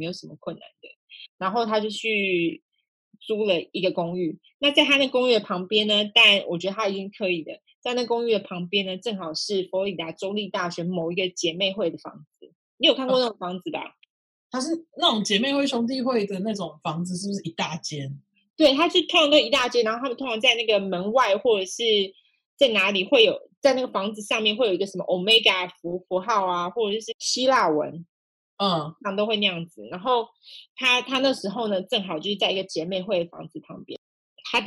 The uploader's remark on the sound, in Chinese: 初期音質不佳，敬請見諒